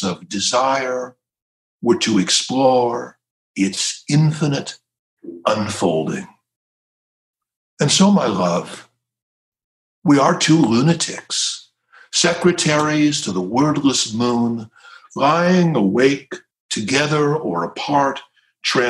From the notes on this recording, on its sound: This interview was recorded in 2020, relatively early in the pandemic, as part of the Trinity Forum’s Online Conversations series.